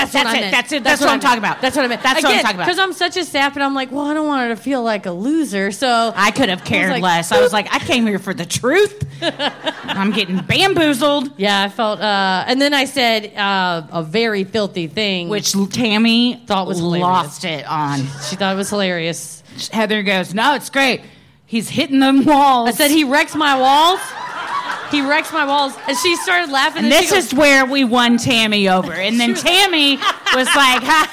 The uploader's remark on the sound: Recorded live at Laugh Boston in Boston, MA.